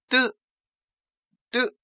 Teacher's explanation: 使气流在喉头受阻，然后冲破声门而出